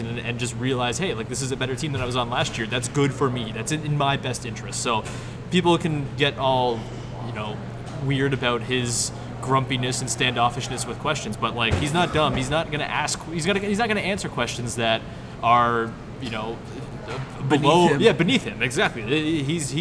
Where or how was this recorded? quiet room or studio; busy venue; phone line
busy venue